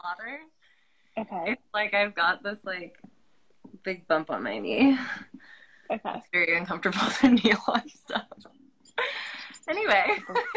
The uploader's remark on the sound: This episode is an unedited, unfiltered recording of that live.